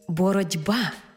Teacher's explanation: глухий «т» уподібнився під впливом дзвінкого «б» до «д». Тому й дуже хочеться написати літеру «д» – «боротьба». · Term: уподібнення